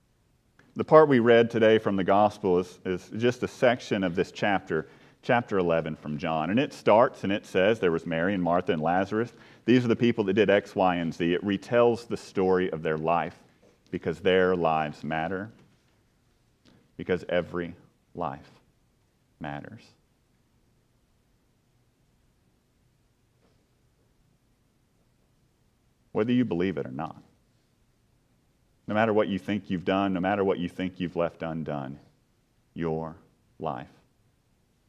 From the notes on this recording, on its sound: A funeral preached at the burial eucharist